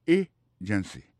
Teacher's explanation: Pour mot agency, hein, accent tombé sous premier syllabe là. Agency. Deux autres syllabes qui sont derrière ou faible. · Term: accent tonique